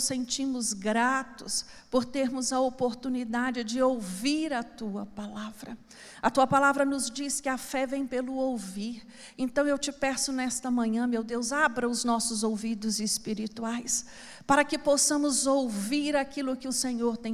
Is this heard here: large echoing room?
yes